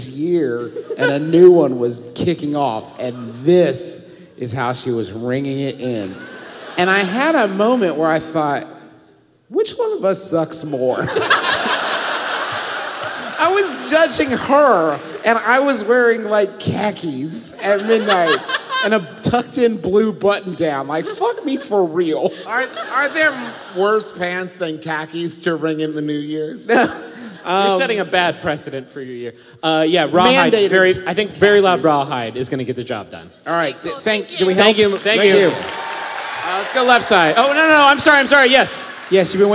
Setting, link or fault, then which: setting, live audience